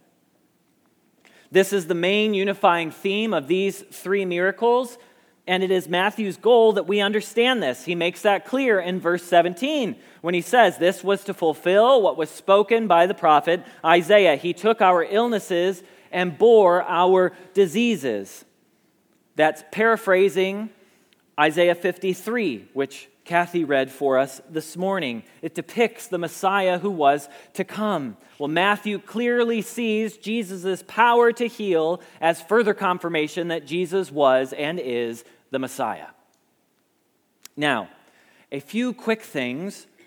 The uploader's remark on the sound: Message Preached at Valley Creek Church